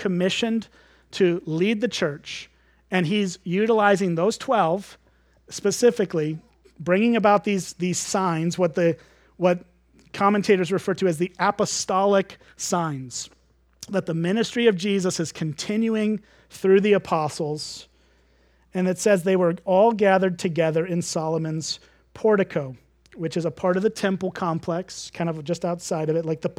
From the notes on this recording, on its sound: at Springbrook Church in Antigo, WI.